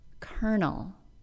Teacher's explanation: The O-L-O part of the word is simply pronounced as schwa plus R, giving us kernel.